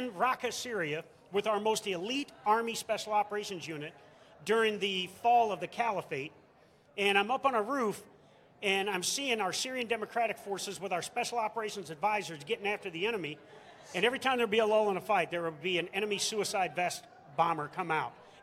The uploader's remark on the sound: Live from MIC 2023